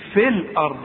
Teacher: نقول في الارض وكأن الياء غير موجودة